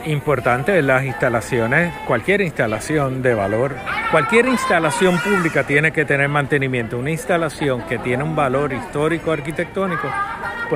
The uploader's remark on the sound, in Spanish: llegó a la Plaza de Armas, donde conversó